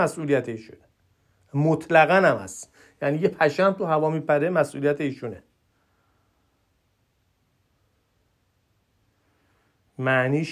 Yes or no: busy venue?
no